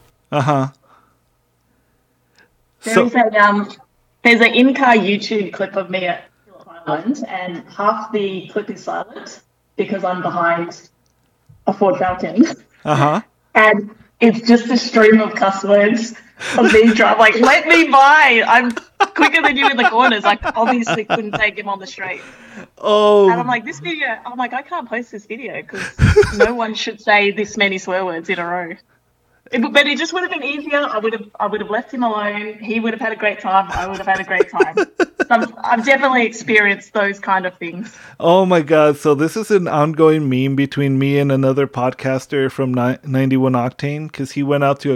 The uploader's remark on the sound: Now this being an overseas episode the sound quality was not the best, I tried to bump it up where I could. I also goofed and did not record the first 35 min of the conversation, so we had to restart.